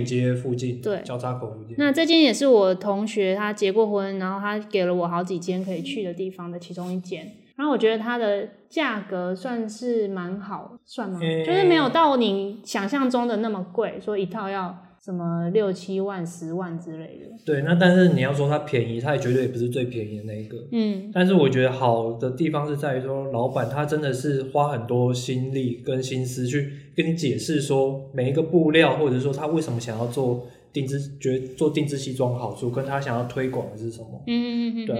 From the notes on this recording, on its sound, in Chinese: 本次錄音收音設定上有問題，一直錄到衣服的沙沙聲